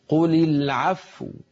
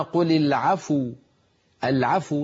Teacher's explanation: ننطق الفاء ساكنة ثم نضم الشفتين · Shown in: first take